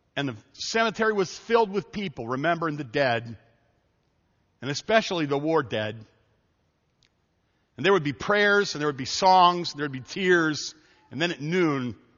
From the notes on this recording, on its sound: This story was taken from a message preached at Evangel Baptist Church in Taylor, Michigan on July 3, 2011.